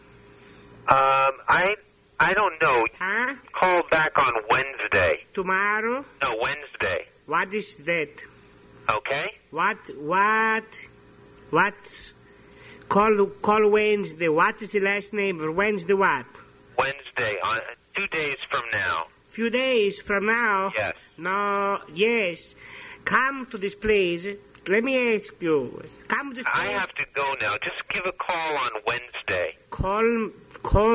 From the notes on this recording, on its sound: …'s Personal Prank Phone Calls Collection.